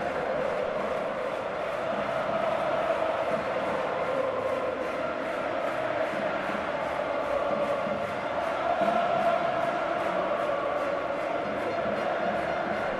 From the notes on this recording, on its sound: Enjoy all the audio from the Stadio Diego Armando Maradona. Live celebrations as Napoli finally lifts the Scudetto in front of their home fans. Stadium ambience.